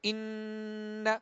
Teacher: ایک الف کی مقدار میں ناک میں آواز لے جا کر آواز کو ٹھہرائیں گے، ایک الف کی مقدار میں غنہ کریں گے.